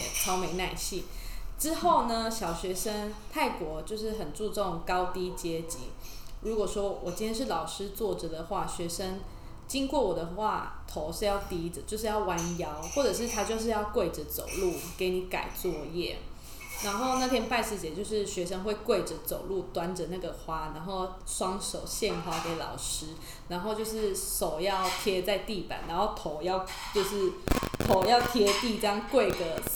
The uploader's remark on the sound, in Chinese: 這集因為錄音器材的關係有些雜訊還請各位聽眾多包涵